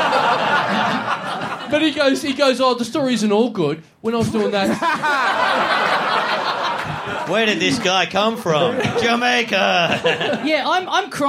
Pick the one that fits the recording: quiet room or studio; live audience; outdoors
live audience